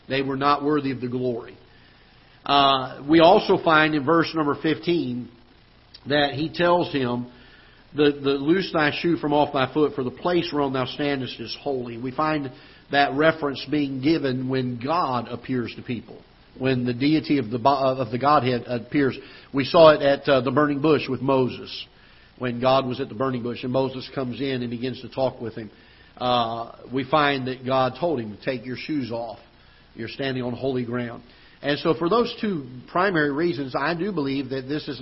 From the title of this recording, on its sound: Ketha Heights Baptist Church ~ Live Broadcast